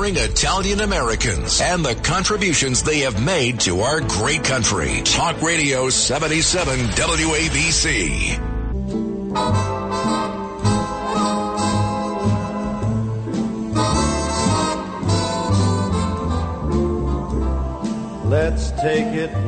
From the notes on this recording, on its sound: live from the Columbus Day Parade on the WABC Float